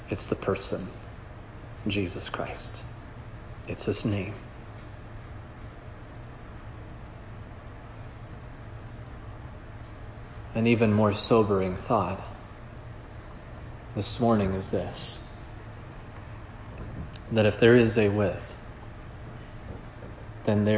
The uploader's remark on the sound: This sermon was preached at Providence Church on October 30, 2022.